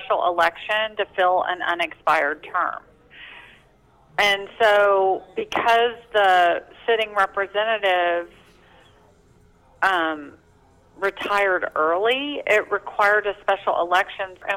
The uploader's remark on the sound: surprised her with a phone call